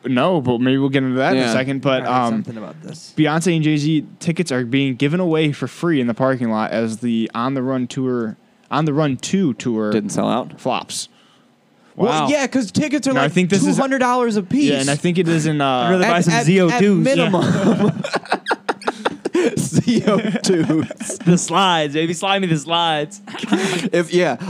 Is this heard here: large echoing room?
no